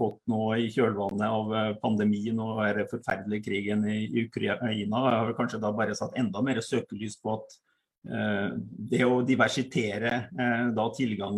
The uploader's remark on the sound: Live Zoom.